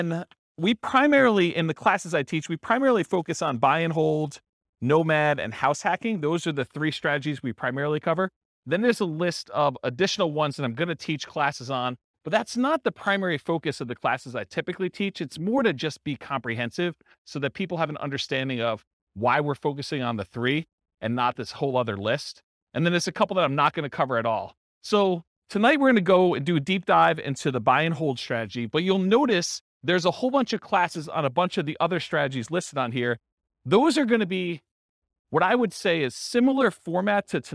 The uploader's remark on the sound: This was a live class recorded